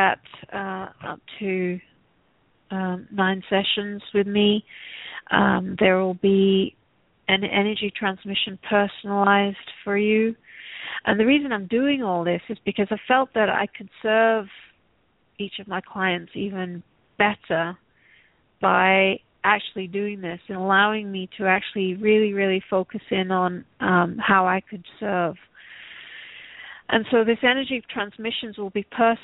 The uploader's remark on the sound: Takes your calls for healing live today!